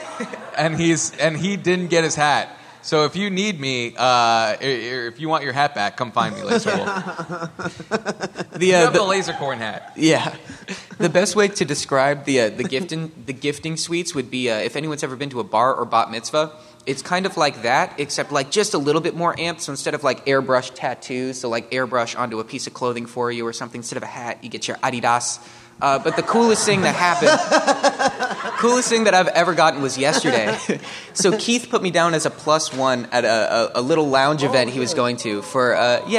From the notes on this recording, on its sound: This live SmoshCast was recorded at VidCon 2019.